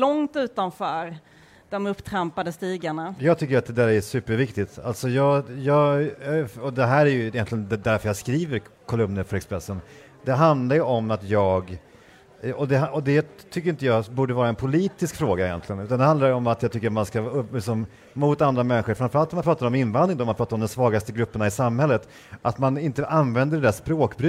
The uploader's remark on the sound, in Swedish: Live från Almedalen